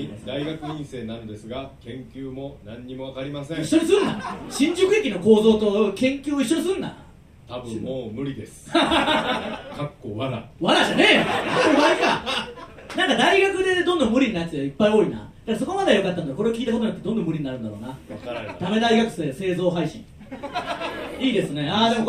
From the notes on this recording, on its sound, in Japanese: 新宿ロフトプラスワンでの公開収録の様子。